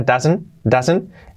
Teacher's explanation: prácticamente la T al final no se pronuncia